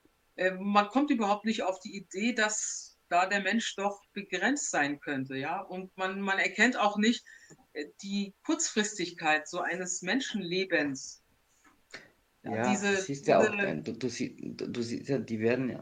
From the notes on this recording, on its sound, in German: In einem LIVE-PODCAST auf TELEGRAM.